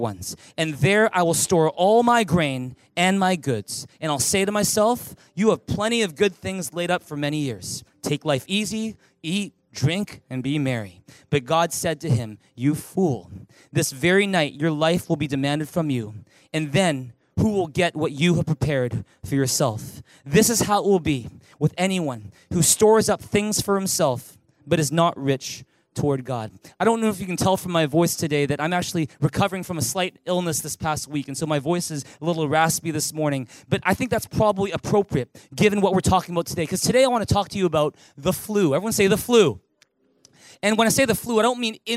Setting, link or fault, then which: setting, large echoing room